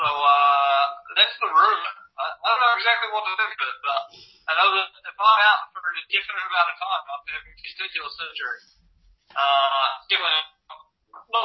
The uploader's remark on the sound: Really bad sound quality